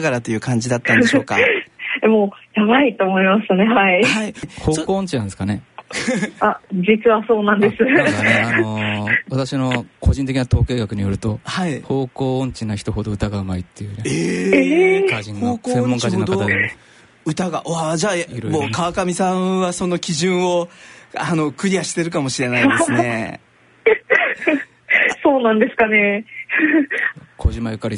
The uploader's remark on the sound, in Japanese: 電話インタビューを交えてお送りします